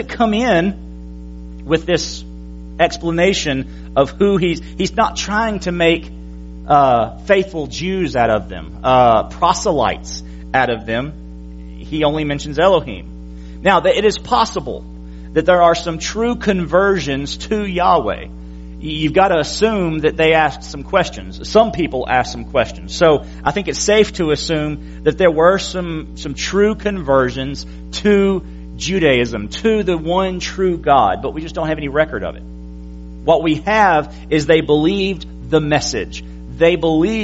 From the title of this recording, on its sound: January 22, 2017 PM Service